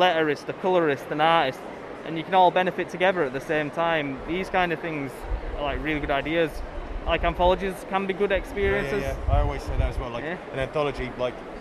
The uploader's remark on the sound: Live from Thought Bubble 2021! Live from the convention floor (and a bit of a hotel room - oh my), its the Awesome Comics Podcast Thought Bubble 2021 special!